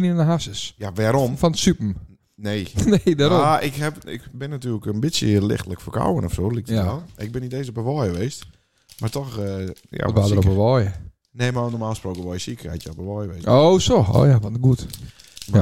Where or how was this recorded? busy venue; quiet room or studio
quiet room or studio